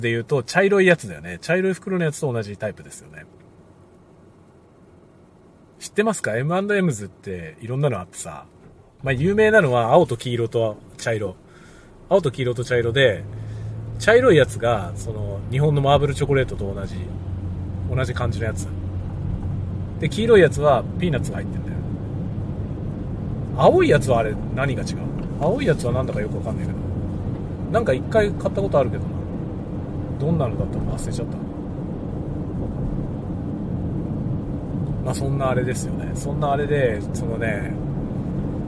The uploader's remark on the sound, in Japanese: 仕事の移動でのドライブ中に収録したドライブ雑談です。使用マイク：TASCAM X6。